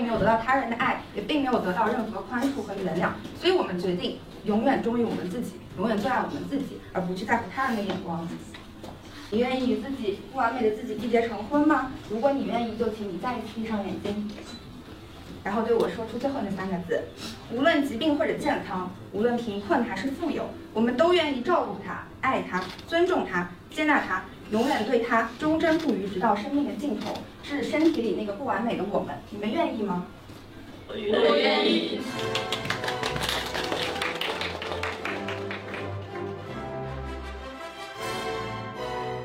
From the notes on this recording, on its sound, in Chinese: 本期来到了上海喜马拉雅美术馆的身材焦虑展中进行录制，也是节目首次进行 5 人录制。